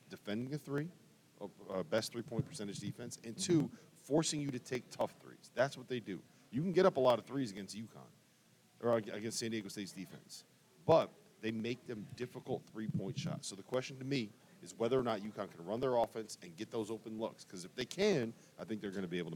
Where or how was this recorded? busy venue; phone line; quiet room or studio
busy venue